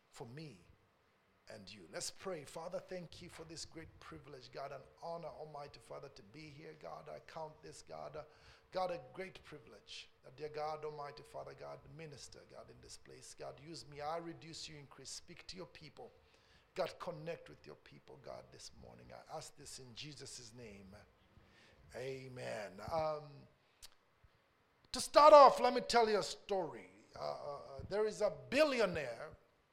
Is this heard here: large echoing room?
yes